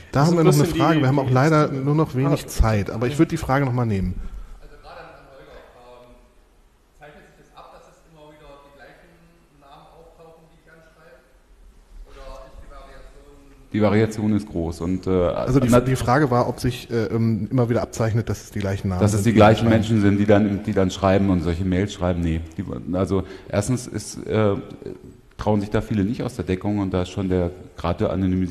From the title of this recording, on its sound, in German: Live vom 36C3